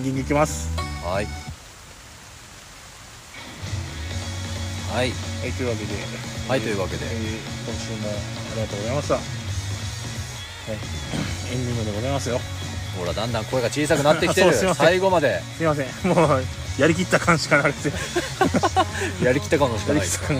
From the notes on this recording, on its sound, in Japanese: 雨の中での収録となりました。雨の音で聴きにくくなっておりますが。